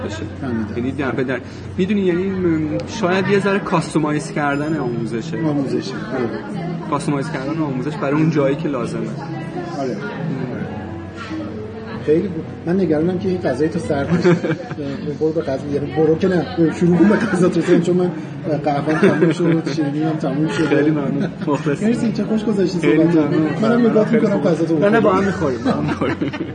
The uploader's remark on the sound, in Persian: غروبی زیبا در کافه ای نشسته بودم. با همیان وضع و سر و صدا و شلوغی کافه صدا را ضبط و کمی ویرایش کنم به عنوان اپیزود تازه منتشرش کنم...بنابراین کیفیت صدا شاید کمی بد و سختگوش باشد.